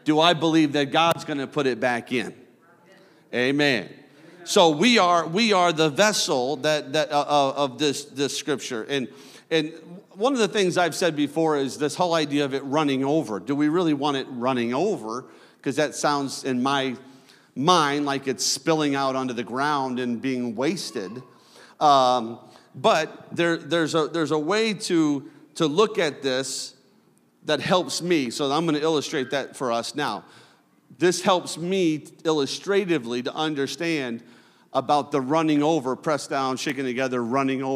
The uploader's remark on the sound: a service recording from Connect Point UPC